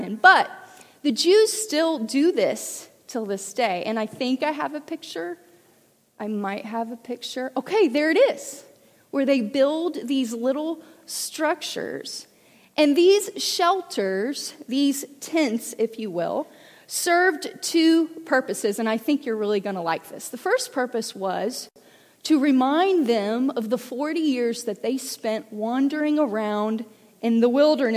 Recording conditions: large echoing room